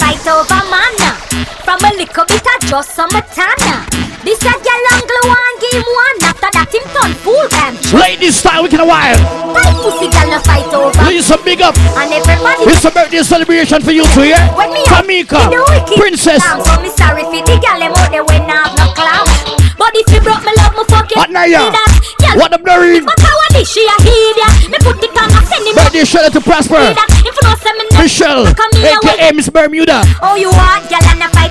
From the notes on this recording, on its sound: LIVE INSIDE REIGH ULTRA BAR NC. LIVE FROM JAMAICA INSIDE REIGH ULTRA BAR NC.